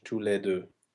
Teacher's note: keep the e somewhat open, maybe a little bit closer to a closed a because of the following closed vowel, but not all that much.